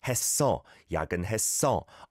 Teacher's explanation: I've said this a few times, but there can be a confusion between a double 시옷 받침 and then an 어, so that would be a 써